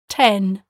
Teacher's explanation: The Spanish T is softer than the English T. To produce the English T, your tongue touches the gum ridge behind your upper front teeth.